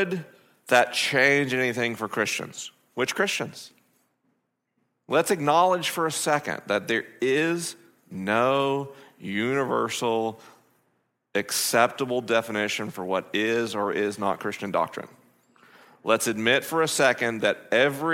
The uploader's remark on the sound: It's a live episode of the program this week coming from the LIMINAL Conference hosted by Ventura Vineyard .